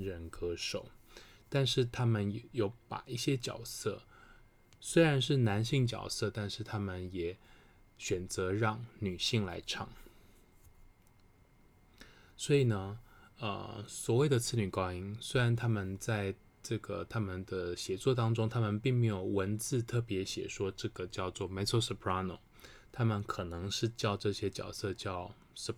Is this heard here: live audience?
no